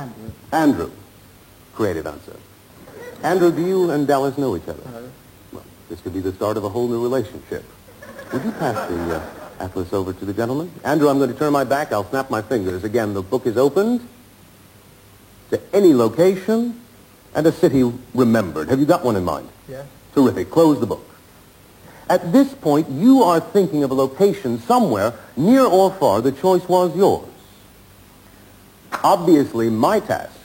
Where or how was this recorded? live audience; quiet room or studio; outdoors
live audience